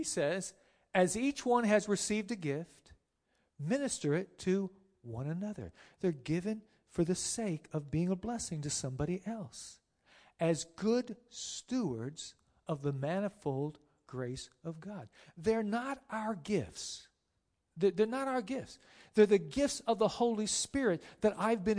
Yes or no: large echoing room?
yes